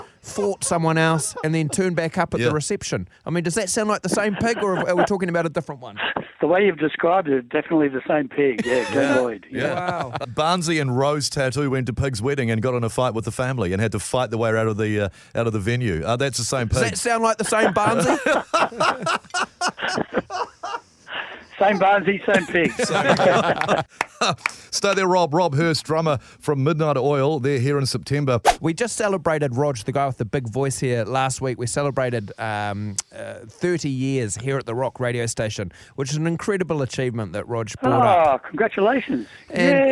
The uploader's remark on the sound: We are joined on the phone